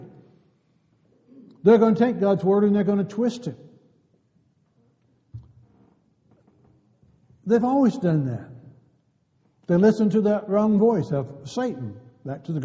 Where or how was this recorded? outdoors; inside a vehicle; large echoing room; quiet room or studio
large echoing room